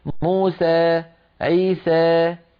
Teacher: بعض القبائل العربية تخلط صوت الألف بشيء من الياء قليلا فيقولون موسى عيسى، قبائل أخرى تخلط الألف بالياء خلطا كاملا فيتولد حرف بين الألف والياء تماما فيقولون موسى عيسى، ويصعب عليهم تغيير لسانهم. · Term: الإمالة